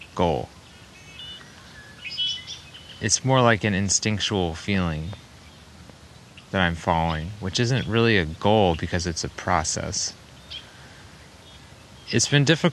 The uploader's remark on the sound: Recorded by a small pond on the edge of a field outside Forest Grove, Oregon.